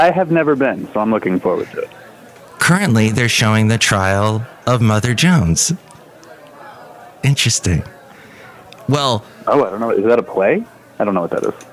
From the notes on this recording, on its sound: podcasts live from Café Anyway